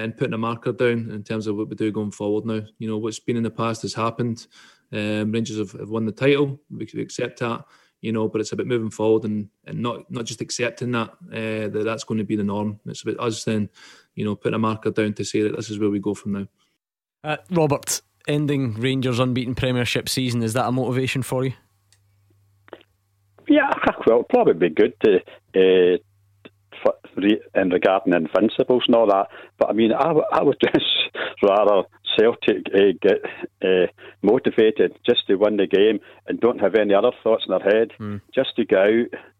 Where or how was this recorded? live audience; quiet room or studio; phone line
phone line